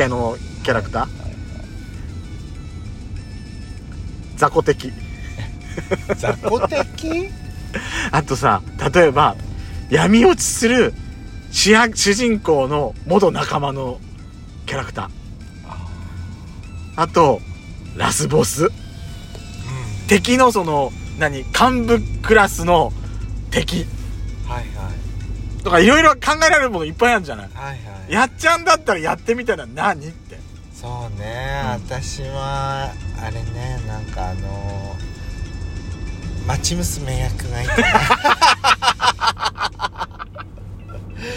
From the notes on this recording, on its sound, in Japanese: From Radiotalk。ドライブ収録 #ロードノイズごめんね。